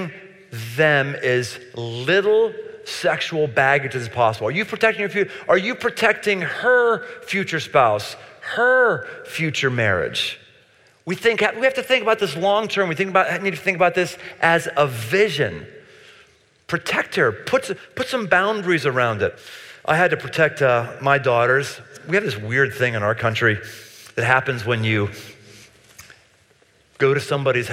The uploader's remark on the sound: Live in Cincinnati. Near the campus of the University of Cincinnati.